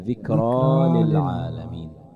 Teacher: ألف بعد الراء ألف ذكرى وإن كان ألف مقصورة ذكرى للعالمين بدك تبين الألف أنت بينت فتحة مش ألف